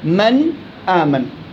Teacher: من هنا في غنة لكنها غير ظاهرة ما بعطي حركتين. لا يعني الظاهرة وغير ظاهرة إنها مبينة ومش مبينة.